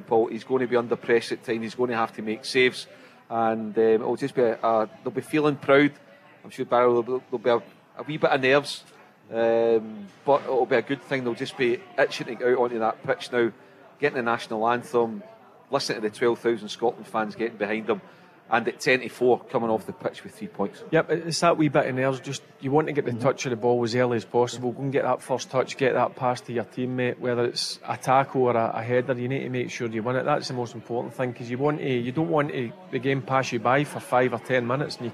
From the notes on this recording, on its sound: Live from The Radisson Red in Glasgow on The Go Radio Football Show.